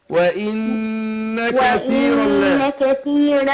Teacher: النون المشددة هتاخد غنة حركتين وبعدين انطق الكاف بعدها